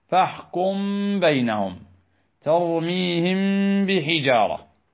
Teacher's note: فنقلل الاعتماد على مخرج الميم مع الإتيان بالغنة بمقدار حركتين دون إيش؟ التشديد. · Term: الإخفاء